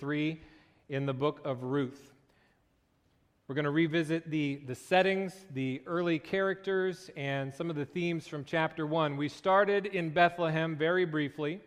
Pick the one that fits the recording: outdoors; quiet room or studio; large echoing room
large echoing room